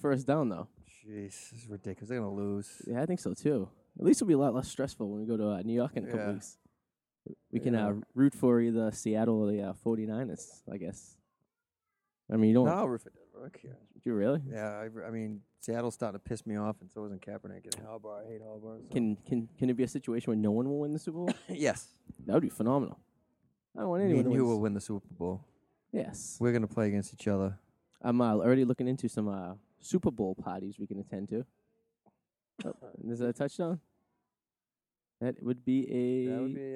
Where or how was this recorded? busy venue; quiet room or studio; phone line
busy venue